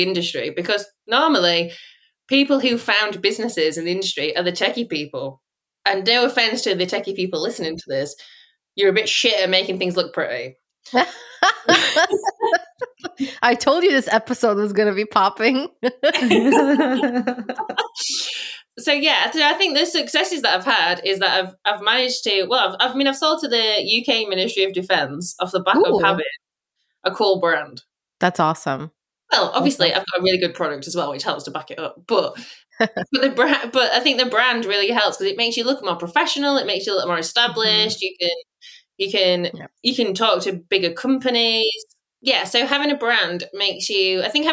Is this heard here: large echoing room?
no